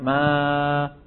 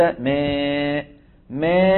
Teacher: يعني أن يخلط الألف بشيء من الياء · Shown in: second take · Term: التقليل